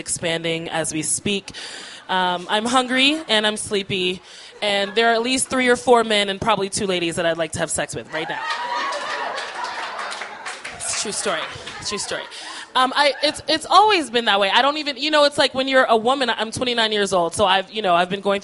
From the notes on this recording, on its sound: These stories were recorded at The Deer Pile on August 15th, 2013 by our good friends at The Denver Diatribe .